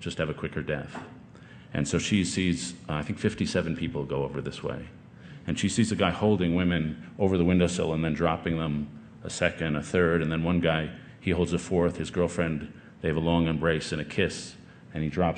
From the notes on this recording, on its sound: This talk, recorded last summer at the Aspen Ideas Festival